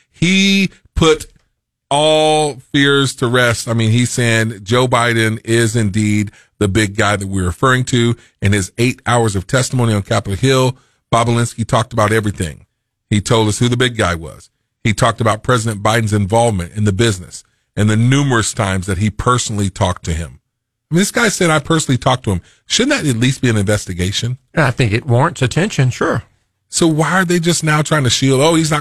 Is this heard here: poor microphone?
no